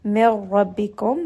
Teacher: you are not going to pronounce that نون at all. Instead, you can drop that نون and go straight to the letter را. · Term: إدغام